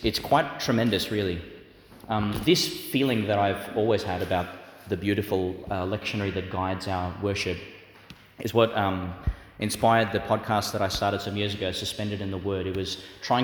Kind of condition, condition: setting, large echoing room